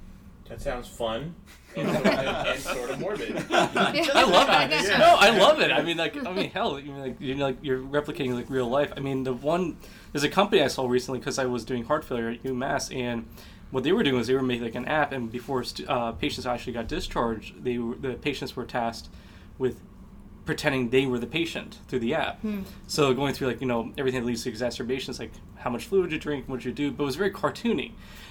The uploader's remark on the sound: Podcast on the road at a pharmacy conference!